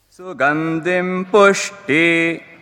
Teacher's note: As I told Pushti becomes anudatta. Pu è svarita e sti anudatta.